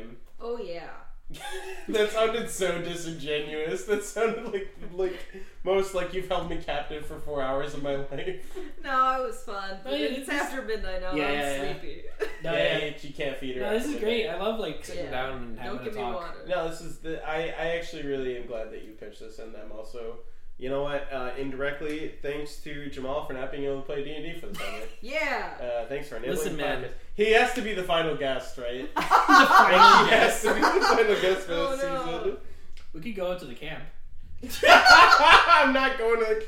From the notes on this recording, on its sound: The audio is a little echoey due to the space we recorded in.